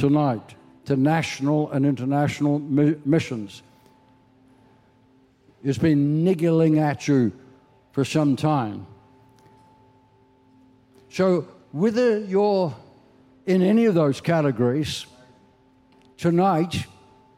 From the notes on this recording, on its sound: This message was recorded at C3 Powerhouse Sunshine Coast in July, 2023.